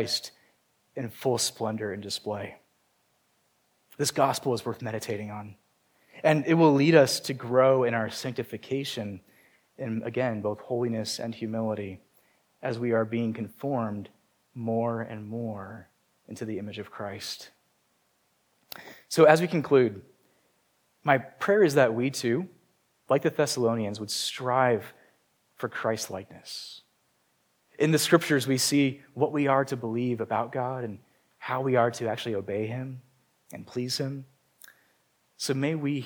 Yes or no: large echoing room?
yes